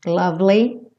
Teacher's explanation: Do V, você já vai para o L